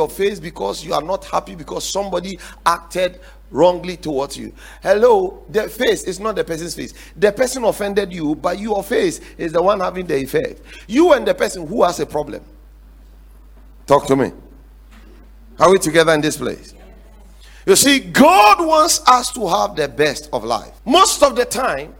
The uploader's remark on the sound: The 7 Pillars to Secure Success sermon series preached at The Faithlife Church, Ghana-Tema Community 3 Site A.